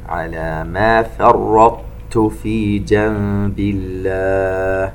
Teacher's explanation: نبين الطاء وإطباق حرف الطاء وتفخيم حرف الطاء، ومن ثم نأتي بالتاء، جنب، نون ساكنة وبعدها حرف الباء إقلاب، ويترتب عليه حكم